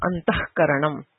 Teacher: Jihvamuliya is visarga followed by ka or k, like antahkaranam